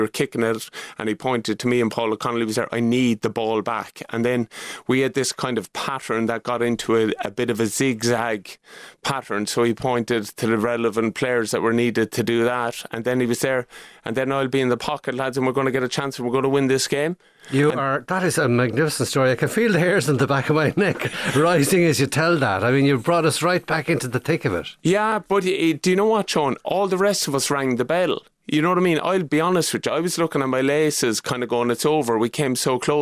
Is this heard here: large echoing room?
no